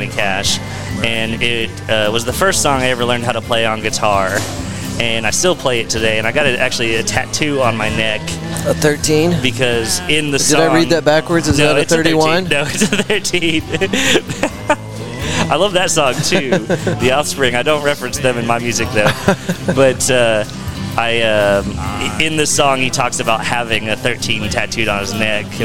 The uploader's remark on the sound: We recorded from a packed room at a delicious Fort Worth restaurant called Pouring Glory for our first ever mixer! We are located at the heart of Fort Worth’s exciting Near Southside, just blocks from Magnolia off of South Main Street.